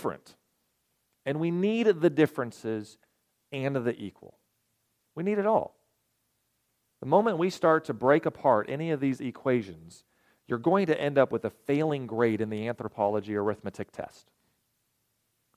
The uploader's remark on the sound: At Ringgold Seventh-day Adventist Church.